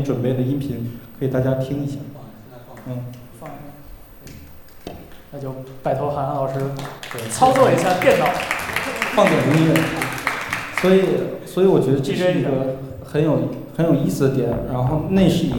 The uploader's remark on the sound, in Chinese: 凯迪拉克·上海音乐厅“乐无穷”分享会的实况录音。提供现场声音收录与播客发布许可。41:49 观众提问：爵士乐进古典音乐厅，会有不适吗？声音收录/题图照片：上海音乐厅。